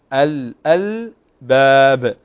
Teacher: وهنا في قلقلة للباء، هنا قلقلة طبعا كبرى شديدة